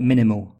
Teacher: I replace L with oo at the end of words like minimal.